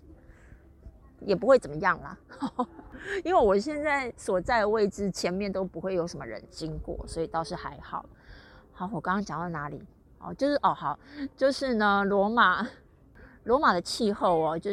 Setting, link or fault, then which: setting, outdoors